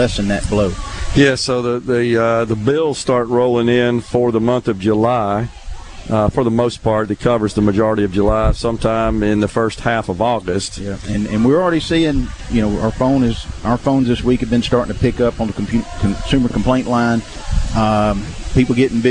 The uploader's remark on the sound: Is LIVE from Founder's Square at The Neshoba Co Fair. Under the SuperTalk tent in the Element Wealth Studio by a wide variety of guests.